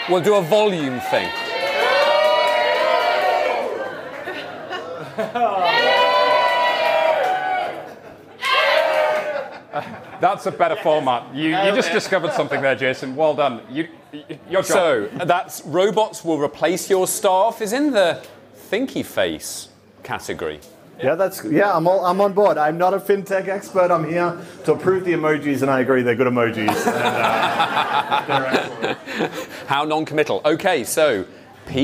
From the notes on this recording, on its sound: It's a Halloween-themed show recorded in front of a live studio audience at our home in WeWork, London. No live recording is complete without a good feature, so we have a bit of audience participation.